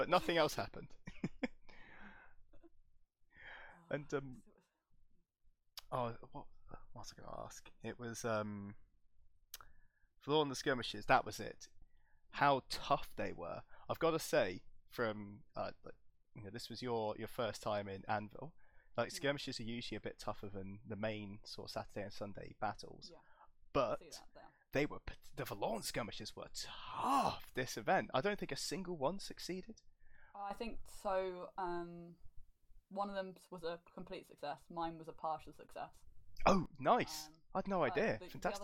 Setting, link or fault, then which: fault, poor sound quality